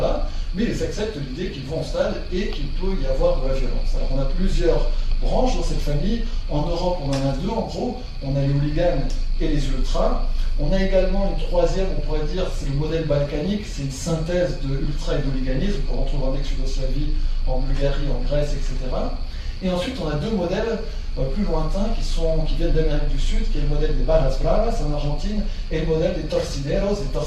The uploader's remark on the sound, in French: Version audio de la conférence. Au Centre de la Vieille Charité, Marseille en octobre 2018.